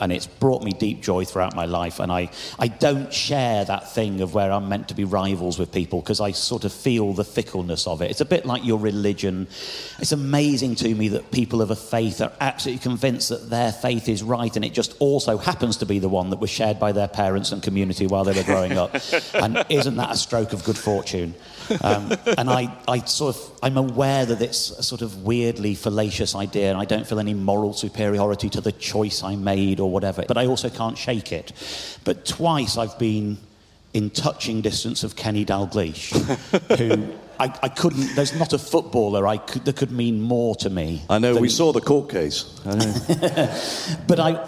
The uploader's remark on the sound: Recorded LIVE in-front of 1,200 people at Kite Festival in Oxfordshire!